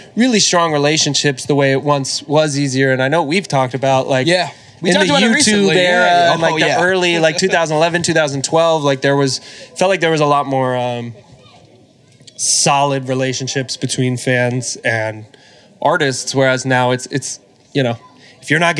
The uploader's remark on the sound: Live from Nantasket Beach. In our first-ever live podcast in front of an audience.